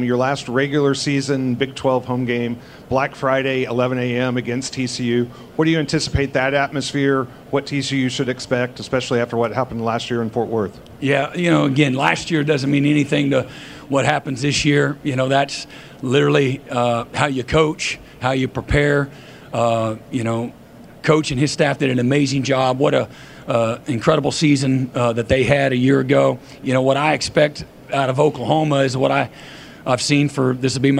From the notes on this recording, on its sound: press conference at Big 12 Football Media Days